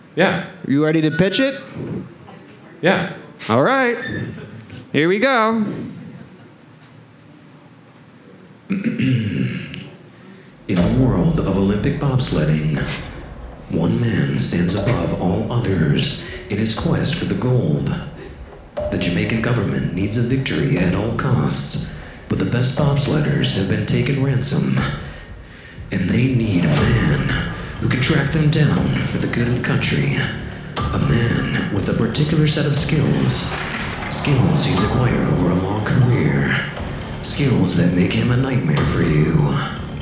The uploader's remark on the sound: Live at TromaDance Detroit. Show off their new creation to a live audience.